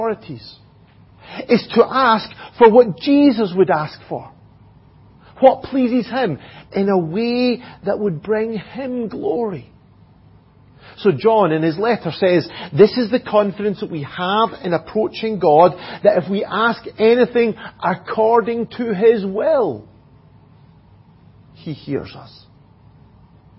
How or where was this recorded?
large echoing room